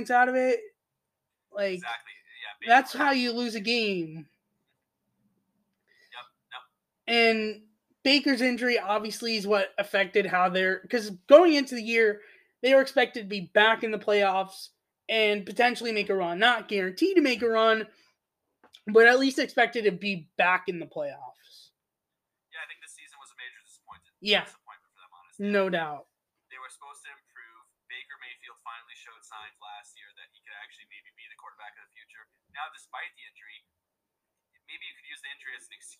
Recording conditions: drop-outs